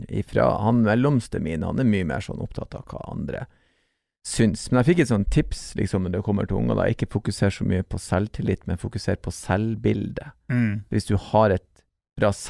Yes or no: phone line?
no